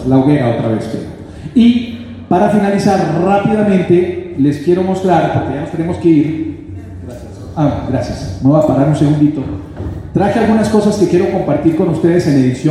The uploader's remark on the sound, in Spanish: El audio de este episodio fue tomado directamente de las bocinas del auditorio donde se realizó esta actividad. Lamentamos que no sea de mejor calidad.